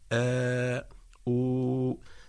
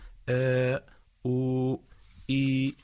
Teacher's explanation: بينما لو كانت الهمزة متحركة، كأن نقول مثلا آو، فيبدأ الصوت بوترين منقفلين ثم ينفتحان هكذا آو إي، فمخرج الهمزة إذن من الوترين متحركة كانت أم ساكنة.